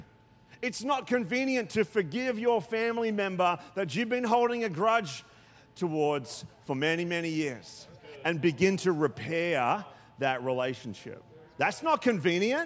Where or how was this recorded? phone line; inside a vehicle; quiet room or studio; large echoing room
large echoing room